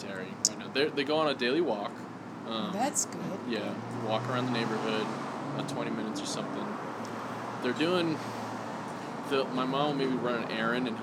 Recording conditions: sounds in the background